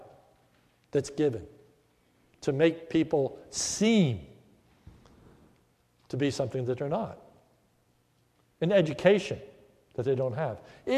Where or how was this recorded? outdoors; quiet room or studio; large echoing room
large echoing room